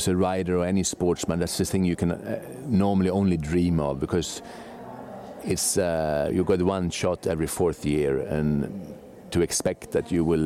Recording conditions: busy venue